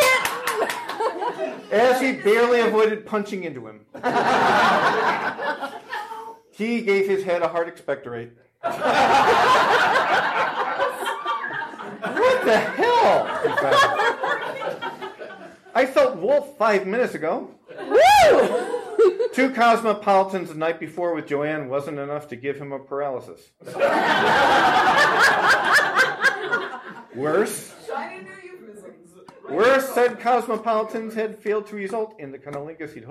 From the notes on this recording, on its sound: Balticon Bonus Episode. Turn sexy scenes into hilarious mad-libs with the help of the audience.